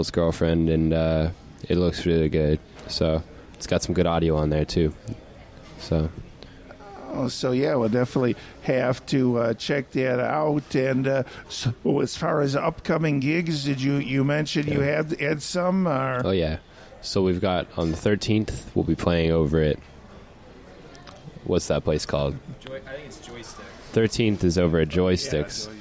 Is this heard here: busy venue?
yes